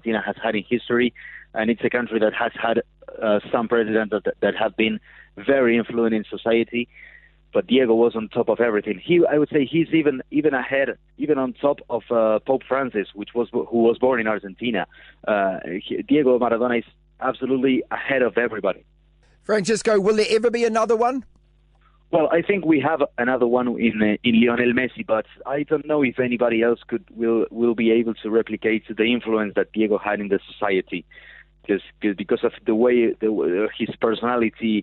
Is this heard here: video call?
no